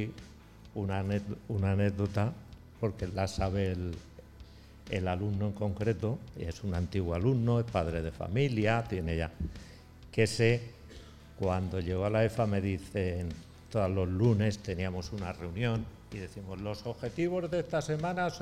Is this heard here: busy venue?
yes